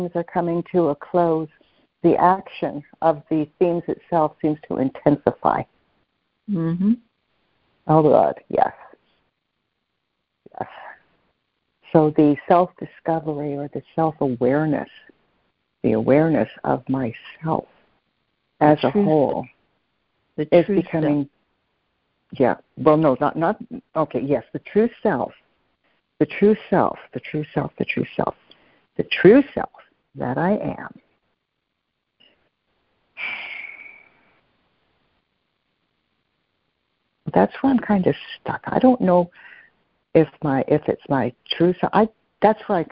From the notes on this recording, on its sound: CONF CALL. Students are joining together on a Free Conference Call to study A Course of Love [ACOL].